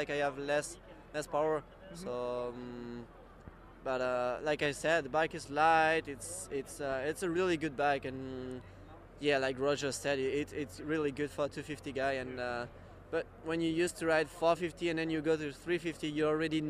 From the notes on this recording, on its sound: St.Louis 2012 Post-race Interviews.